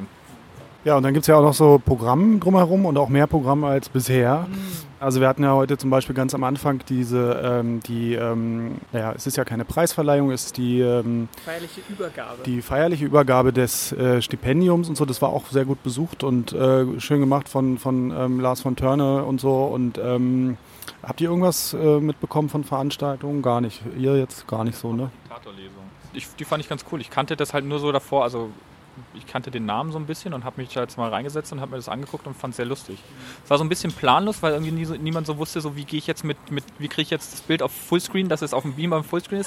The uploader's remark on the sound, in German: Auch dieses Jahr haben wir wieder ein bisschen auf dem Hauptfestival aufgenommen und geben euch in der letzten Folge des Jahres einen kleinen Eindruck von der Comic Invasion 2018.